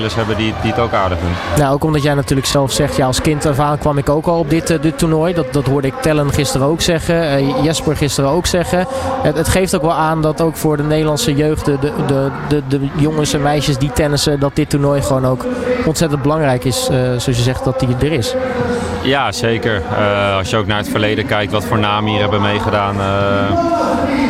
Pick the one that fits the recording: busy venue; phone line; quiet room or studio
busy venue